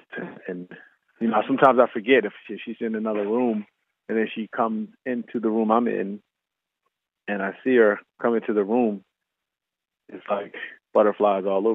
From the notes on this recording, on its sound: via phone